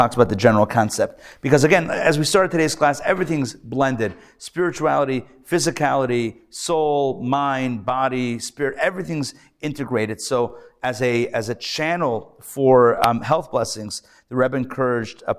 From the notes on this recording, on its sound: Recorded Live at The Torah Center ATL on Wednesday, February 7, 2024